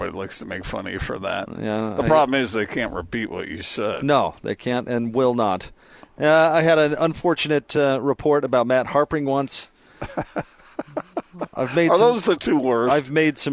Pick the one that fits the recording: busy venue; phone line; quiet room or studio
busy venue